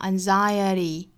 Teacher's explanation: anxiety 它的这个重读是在第二个音节